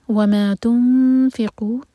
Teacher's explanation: جب اخفا کریں تو دو سیکنڈس کا ٹائم دیں اور فا کے لیے زبان تیار